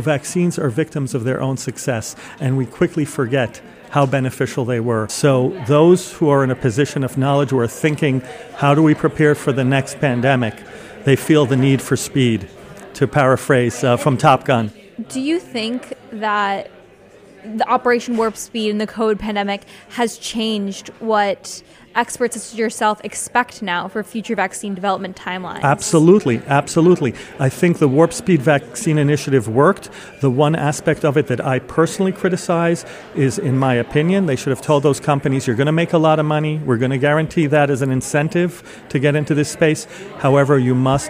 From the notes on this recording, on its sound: At the second day of the Milken Future of Health conference